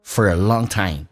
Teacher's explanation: a 这个发音变成 been， has been mydream，红色字里啊速度还很快，变成 has been my dream for a longtime， for 说成一个 f 加个儿化音，再跟后面的 a 形成一个连音